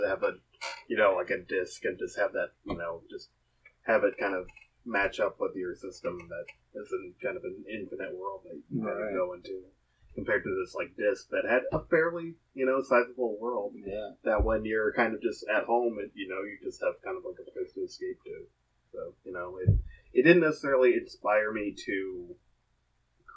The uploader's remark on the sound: APOLOGIES, THIS EPISODE CONTAINS POOR AUDIO QUALITY. From a fish bowl.